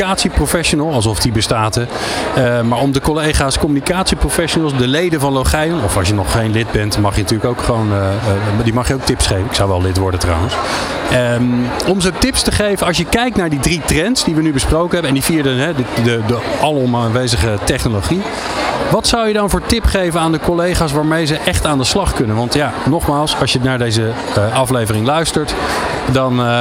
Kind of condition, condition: setting, busy venue